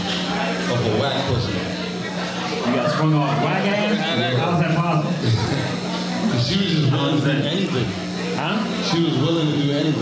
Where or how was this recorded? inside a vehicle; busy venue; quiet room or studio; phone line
busy venue